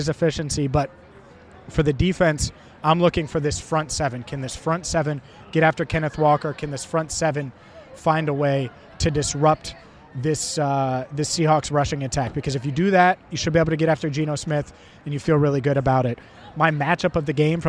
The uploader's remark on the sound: The Cincinnati Bengals host the Seattle Seahawks on Sunday afternoon at Paycor Stadium. Live at a special tailgate ahead of the matchup. A special Q&A with Bengals fans.